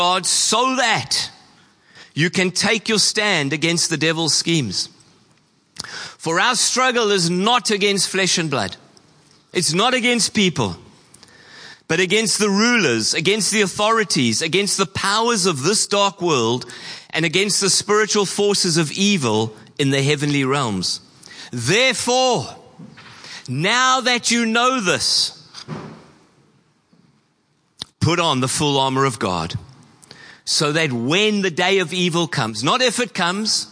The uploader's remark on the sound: Preached on 10/12/23 at Horsham Downs. Church Complete Part 5: The Army (Horsham Downs).